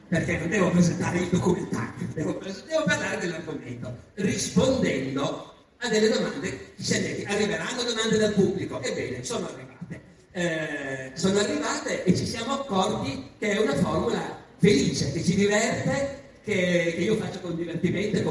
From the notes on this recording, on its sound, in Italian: Salone del Libro di Torino. Audio registrato in presenza.